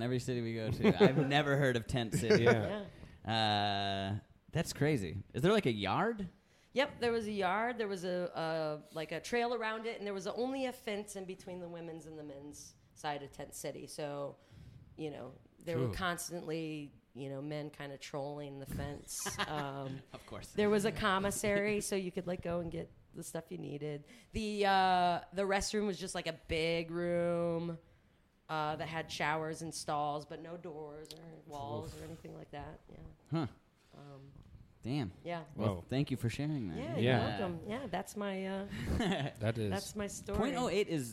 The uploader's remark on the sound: Live at the Torch Theatre in Phoenix